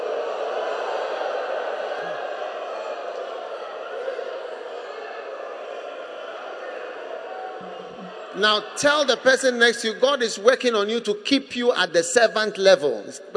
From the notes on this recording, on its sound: Preached at The Spirit Entered Into Me Conference. At The Qodesh, Accra-Ghana.